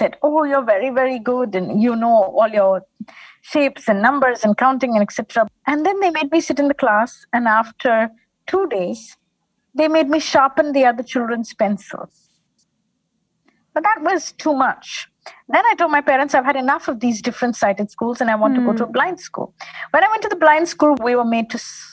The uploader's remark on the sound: This episode was recorded over zoom.